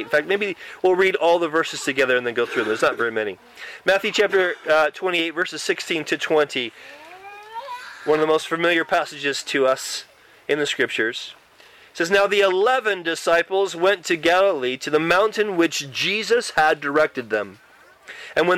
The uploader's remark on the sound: Church camp recording in the great outdoors!